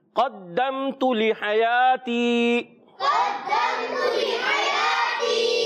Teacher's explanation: میم ساکن کے بعد تا، یہاں میم میں ہم غنہ نہیں کریں گے، اس کو اظہار شفوی کہتے ہیں